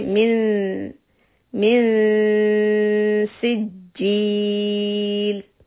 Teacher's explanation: the noon here is being followed by letter seen. It's ikhfa and we have to prepare our tongue for letter seen. So if I say is, you can feel that the tip of the tongue is between the two teeth, is.